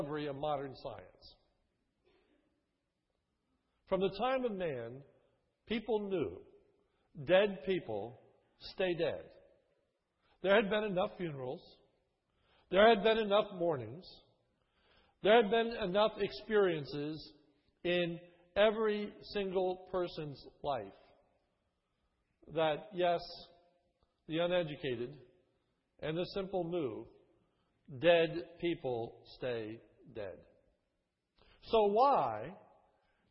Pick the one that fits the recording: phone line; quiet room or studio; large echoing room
large echoing room